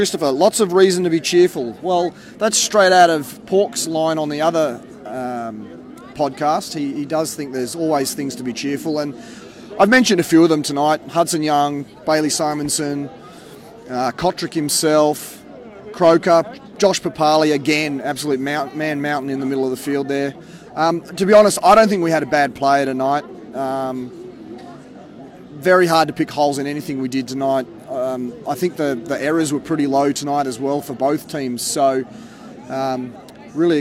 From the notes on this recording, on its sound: on location at Canberra Stadium